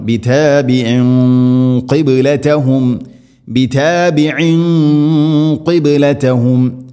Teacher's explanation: അതുപോലെ തന്നെ ബിതാബിഇൻ ഖിബ്ലതഹും, തൻവീന് ശേഷം ഖാഫ് ഇഖ്ഫാം ബിഗുന്ന, തൻവീന് ശേഷം ഖാഫ് വരുമ്പോൾ തൻവീനിനെ അവ്യക്തമാക്കി മണിക്കണം. അതേസമയം ഖാഫ് സ്വരഭാരത്തിൽ ഉച്ചരിക്കേണ്ട അക്ഷരമാണ്, അതുകൊണ്ട് അതിൻ്റെ കൂടെയുള്ള ഗുന്നയും സ്വരഭാരത്തിലാകുവാൻ ശ്രദ്ധിക്കണം.